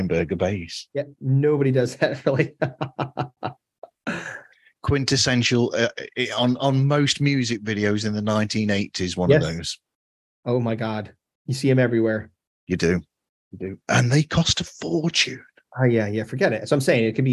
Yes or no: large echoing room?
no